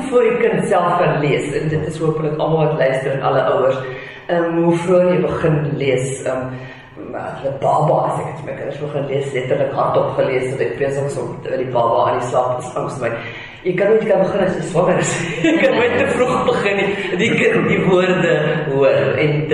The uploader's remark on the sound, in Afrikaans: 3 onderhoude wat by die Festival Voor Het Afrikaans in Den Haag, Nederland opgeneem is